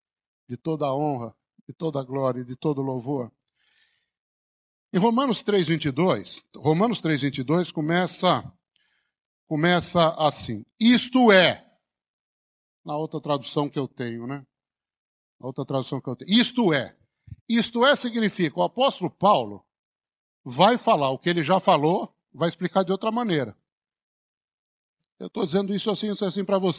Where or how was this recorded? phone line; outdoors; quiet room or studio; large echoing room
large echoing room